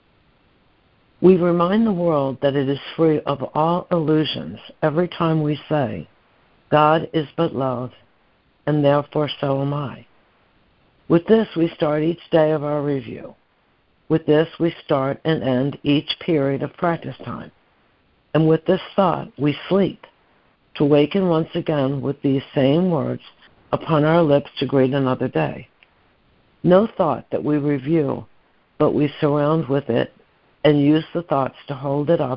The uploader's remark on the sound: ACIM Daily Conference Call